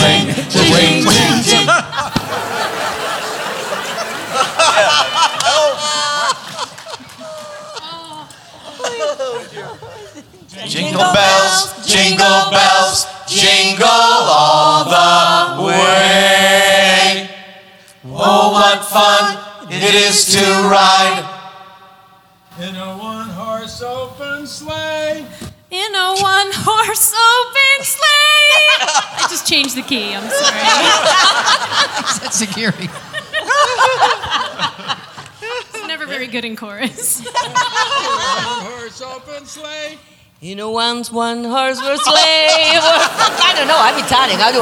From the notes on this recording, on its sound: Live at the South Point Casino.